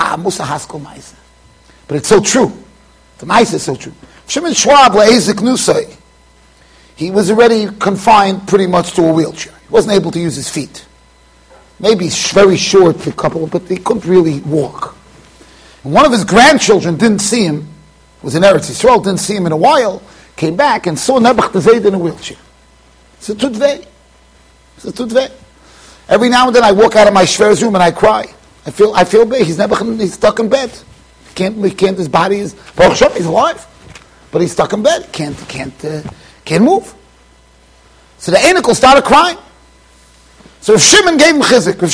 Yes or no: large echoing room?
yes